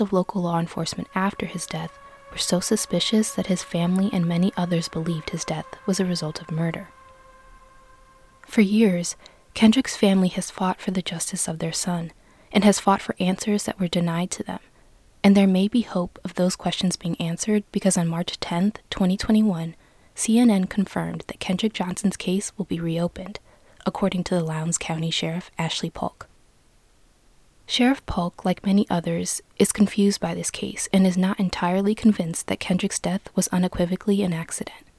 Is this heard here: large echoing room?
no